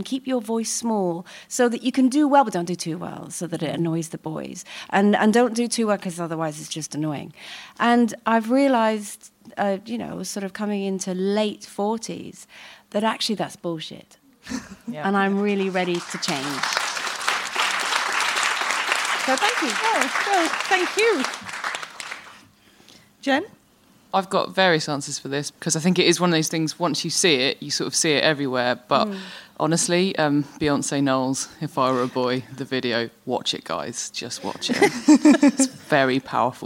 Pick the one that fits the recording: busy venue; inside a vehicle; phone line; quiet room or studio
busy venue